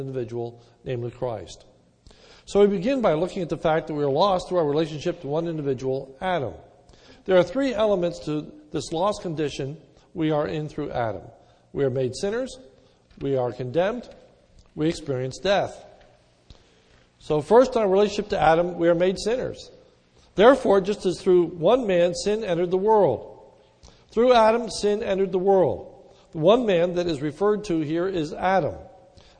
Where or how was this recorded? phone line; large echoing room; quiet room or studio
large echoing room